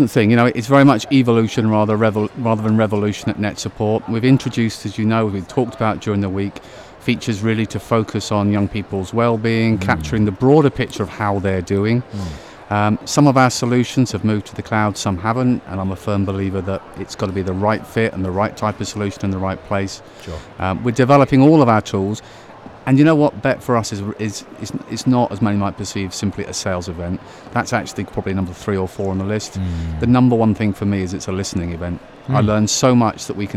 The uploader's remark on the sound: NetSupport Radio Saturday 25th Jan BETT2020. Our forth and final NetSupport Radio LIVE show from stand NL44 at BETT2020.